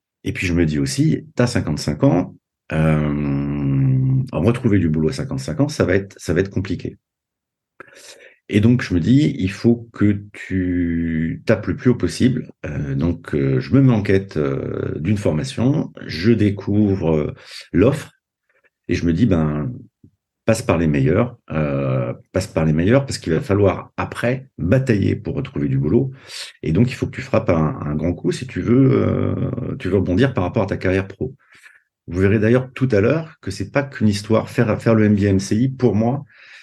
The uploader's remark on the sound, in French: Version audio du webinaire du 28 août 2023